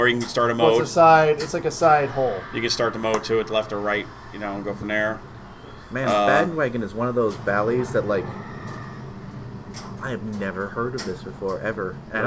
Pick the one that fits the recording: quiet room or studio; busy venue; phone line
busy venue